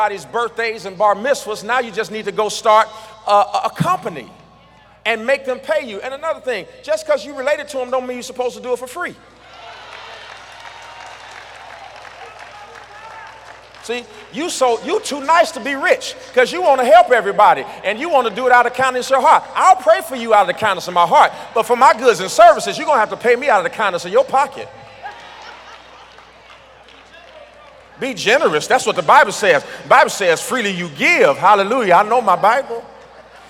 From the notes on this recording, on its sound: This segment was Originally recorded at The Lighthouse Church.